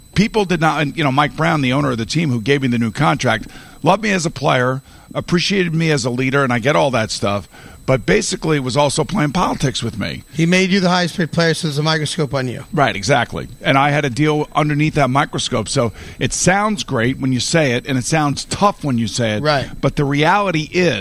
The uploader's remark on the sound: Live from the Mohegan Sun golf course. Open up their show live from the Mohegan Sun in Baltic CT.